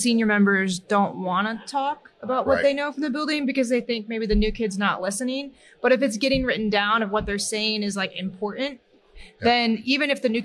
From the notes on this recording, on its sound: Live at FDIC.